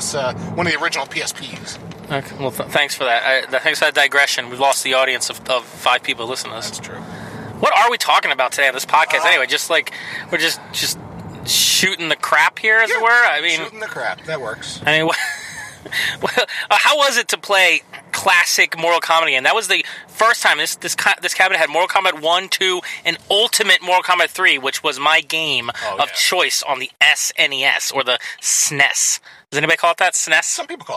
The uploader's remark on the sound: Tonight is an on-the-go discussion. We recorded in the car, so the audio quality isn't the best.